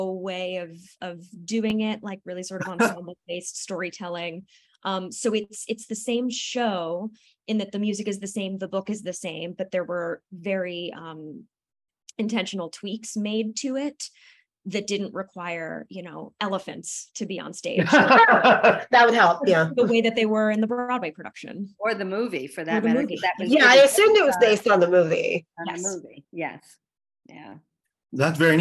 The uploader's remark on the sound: over a Zoom call